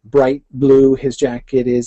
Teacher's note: It tends to start with the kind of halting, what in technical poetic terms we would call a spondaic foot, that is two equally stressed syllables, bright blue his jacket is, and then the rest of it goes in iambs.